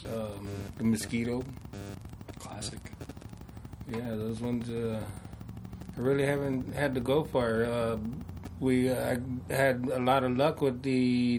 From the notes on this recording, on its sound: Apologies for the noise in this episode, we cannot figure out where it is coming from.